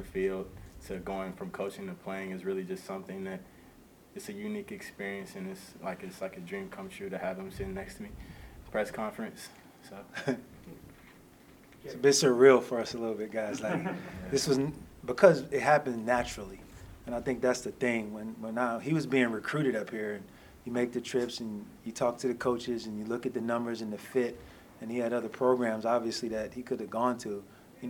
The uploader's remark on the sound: airing the full press conference